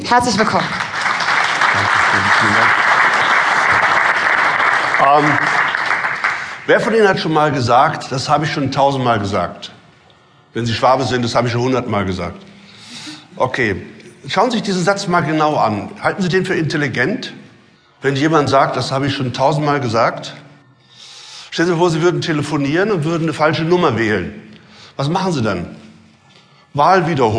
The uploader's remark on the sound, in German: Live Mitschnitt